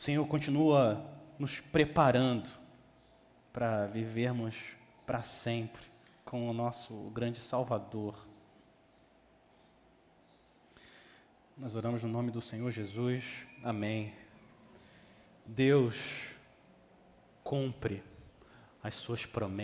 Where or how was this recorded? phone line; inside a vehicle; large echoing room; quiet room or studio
large echoing room